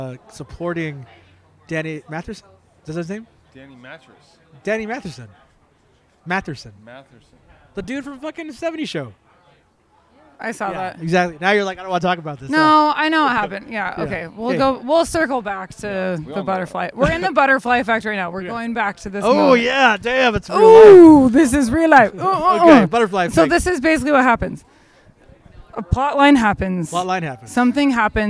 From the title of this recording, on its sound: Live at UD’s Halloween bash 2023